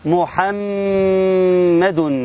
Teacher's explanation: الميم الاولانية مضمومة مو، الميم الثانية مشددة فتكون محمد · Term: حكم الغنة